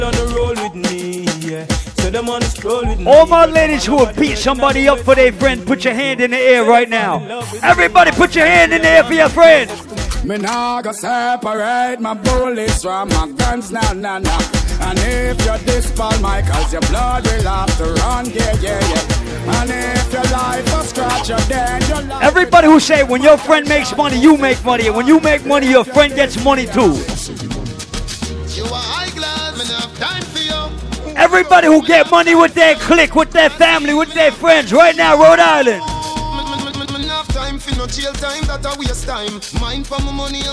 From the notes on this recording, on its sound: LIVE AT ISLAND SATURDAYS ON JAN 21ST